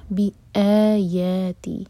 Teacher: بی کے بعد حمزہ پر cut off sound اور آ مد بدل ہے دو حرکہ لمبا، بی آیاتی، آ اور یا دونوں برابر دو حرکہ لمبے.